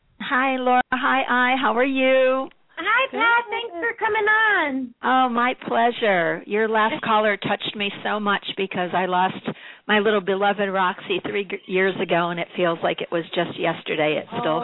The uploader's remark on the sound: open up the lines for listeners to call